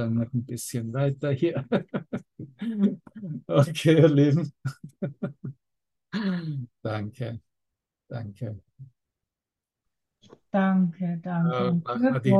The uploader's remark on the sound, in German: Zoom-Session. Veranstaltet von der Aleph Akademie.